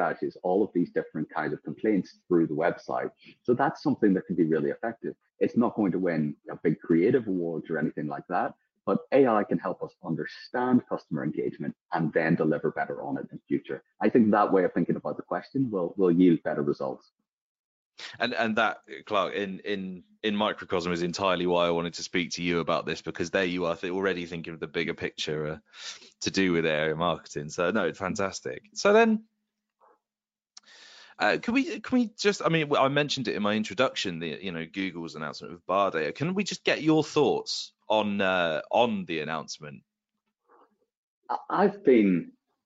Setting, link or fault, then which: link, video call